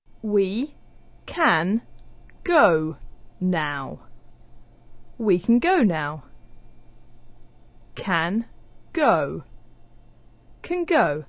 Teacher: the N sound at the end of the word can is starting to resemble the G sound at the beginning of go · Term: assimilated forms